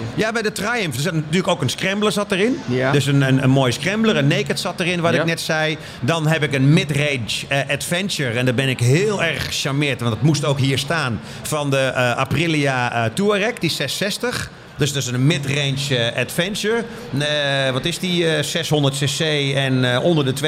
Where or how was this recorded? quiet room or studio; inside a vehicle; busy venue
busy venue